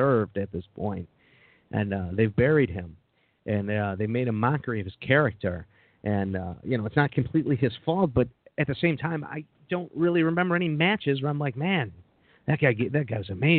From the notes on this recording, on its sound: Live Call In Show. It's LIVE, anything can happen.